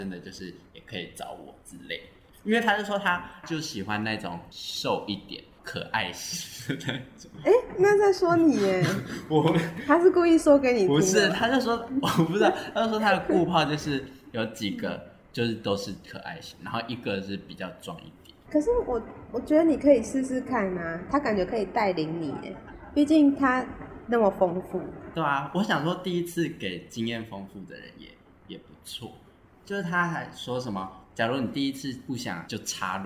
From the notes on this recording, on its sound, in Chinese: 只能遠端錄音ㄉ窩們音質不太好還請大啊多多包容，窩們會盡快改善ㄉ！